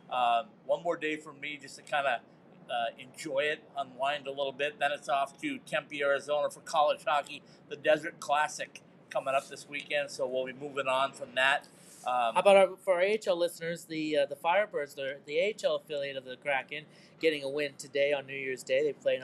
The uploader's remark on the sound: LIVE from the Winter Classic in Seattle, WA! LIVE from the Winter Classic at T-Mobile Park in Seattle, WA!